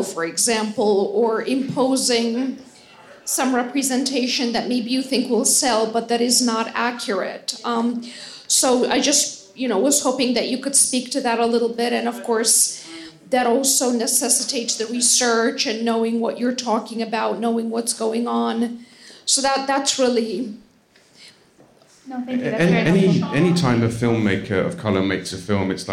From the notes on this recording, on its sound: In this special live episode of the podcast